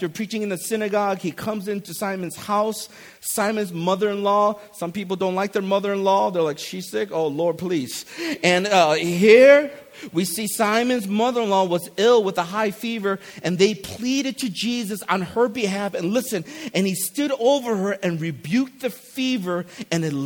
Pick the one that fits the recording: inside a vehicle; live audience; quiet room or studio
live audience